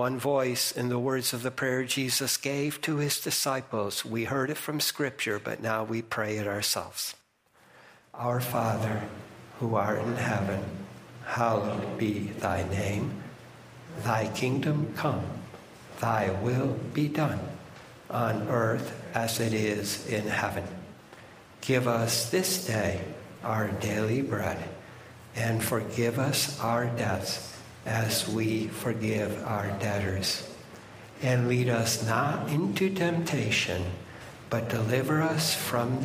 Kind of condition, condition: setting, large echoing room